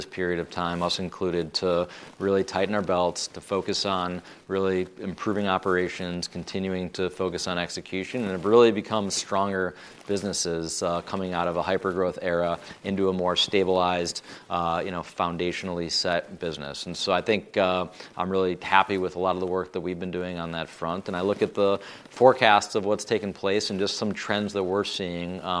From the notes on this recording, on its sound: They recorded this episode live at MJBizCon, one of the biggest cannabis conferences in the industry.